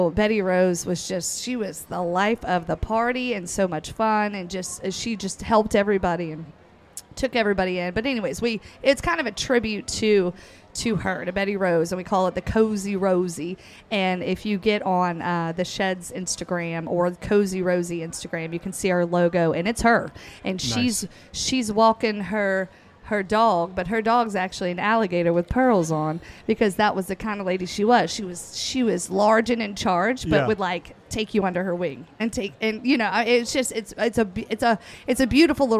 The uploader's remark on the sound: Live at The Jack